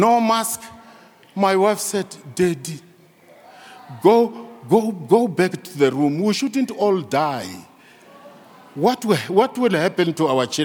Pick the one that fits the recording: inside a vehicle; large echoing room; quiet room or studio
large echoing room